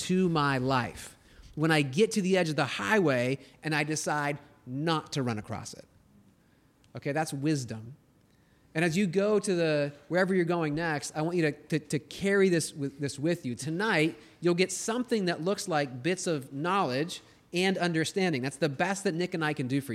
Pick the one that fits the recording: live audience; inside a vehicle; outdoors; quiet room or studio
live audience